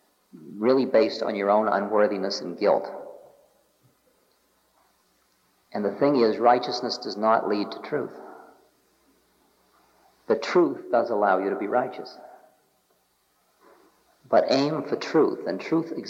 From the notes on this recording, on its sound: In this recording from 1976. Answers questions from a lively Los Angeles audience.